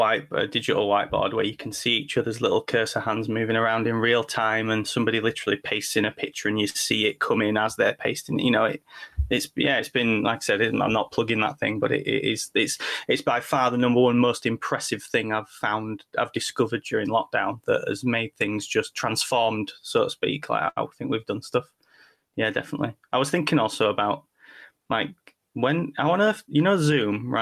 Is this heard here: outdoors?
no